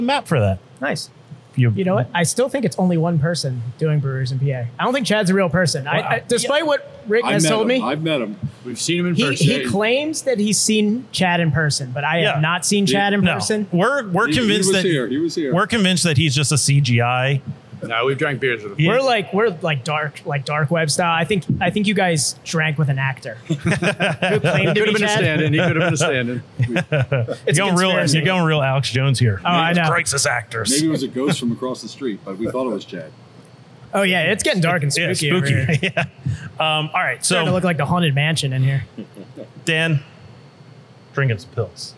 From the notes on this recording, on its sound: We are live inside a brewery and we don't know what to do with ourselves. We are at a new brewery in the area from Philly beer royalty.